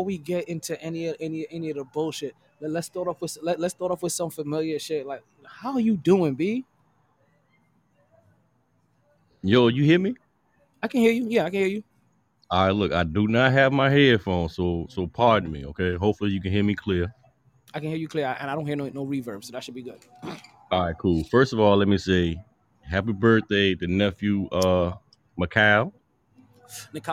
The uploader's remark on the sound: Live From Sharkeys.